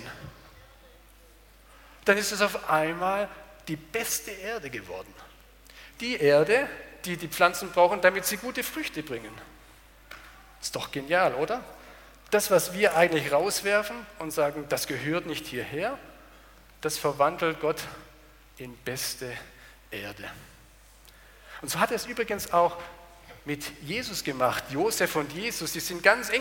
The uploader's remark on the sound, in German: aus dem Gottesdienst der Liebenzeller Mission